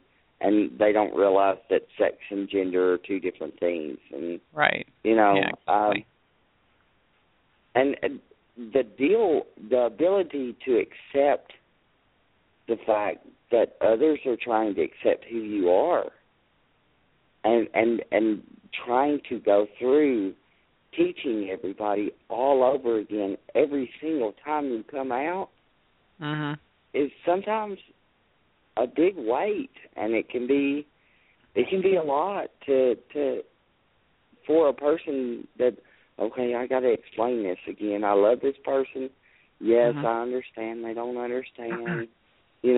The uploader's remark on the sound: I will be taking live phone calls